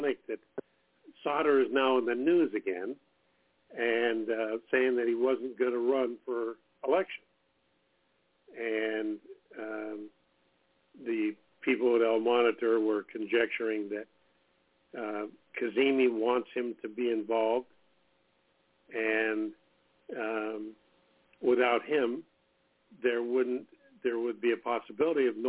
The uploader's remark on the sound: TNTSuperfantastic Conference Call